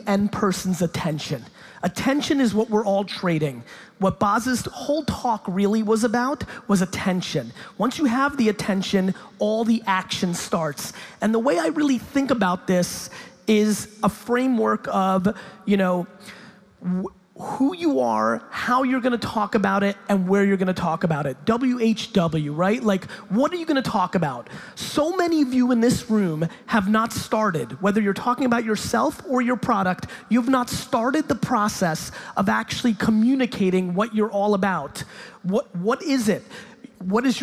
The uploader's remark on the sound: In this keynote I stop in Hamburg, Germany for a talk at the Online Marketing Rockstars Expo. Keynote/Q&A.